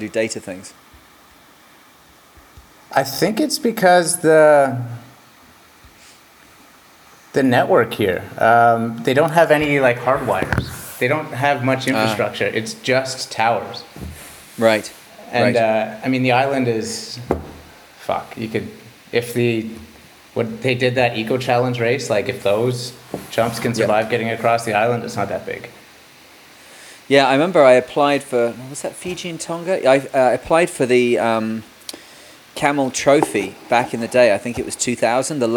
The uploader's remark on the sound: As always with these remote interviews it is tricky to manage the sound quality so apologies if there is a little background noise or uneven tone